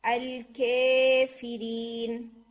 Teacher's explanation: that's 75% या एंड 25% अलिफ, that's इमाला